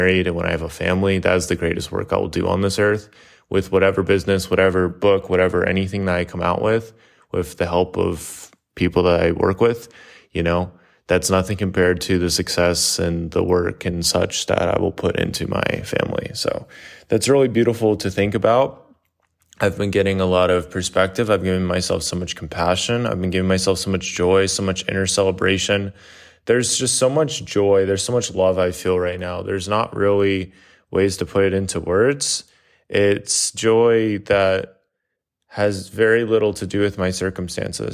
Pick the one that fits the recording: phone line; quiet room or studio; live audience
quiet room or studio